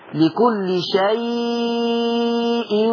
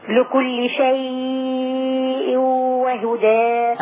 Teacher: طب شيء تتمد كام أربع حركات